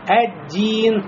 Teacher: «Ад-Дин» – значит, «лям» вошло в «даль».